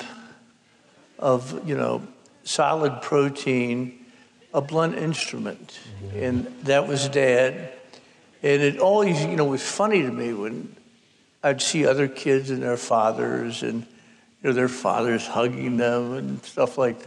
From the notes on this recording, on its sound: The conversation was recorded before an audience of over 2000, at Columbia’s Township Auditorium, on the evening of February 27.